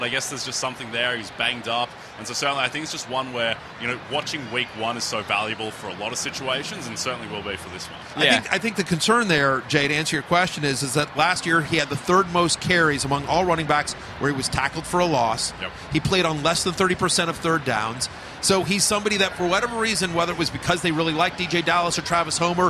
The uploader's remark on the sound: Live from Churchill Downs